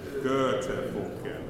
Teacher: aim for the O sound through an ER shape. So make your mouth go Now say O through it.